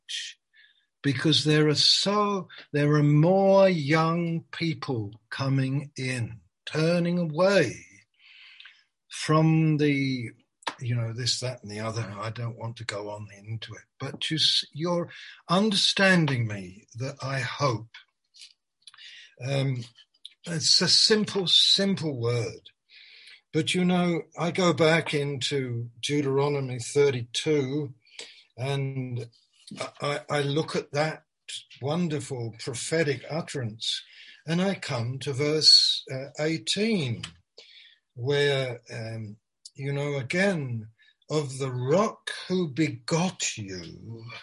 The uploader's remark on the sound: Malaysia Meets (Zoom)